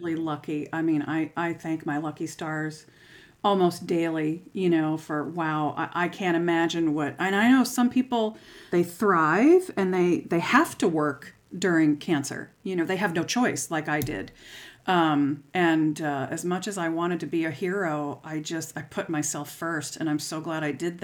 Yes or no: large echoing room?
no